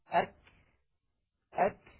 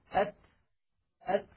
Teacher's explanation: الشدة والهمس في الكاف والتاء في زمنين متتاليين خلف بعضهما مباشرة وليس في زمن واحد، لأنه يستحيل على الإنسان أن يأتي بانحباس الصوت وجريان النفس في الزمن نفسه، وإنما هما خلف بعضهما هكذا.